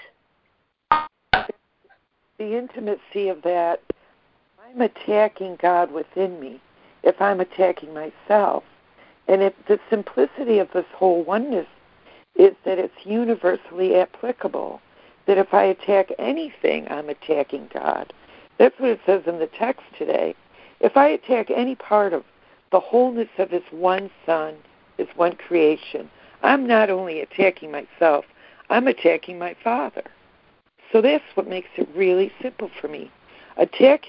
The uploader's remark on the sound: ACIM Daily Conference Call